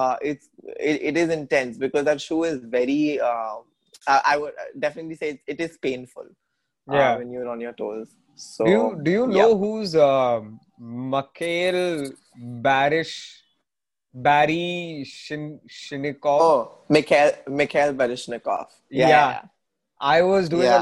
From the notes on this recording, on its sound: Zoom Meeting